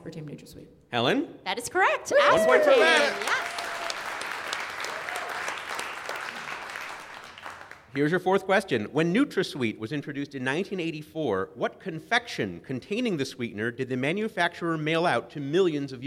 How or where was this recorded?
busy venue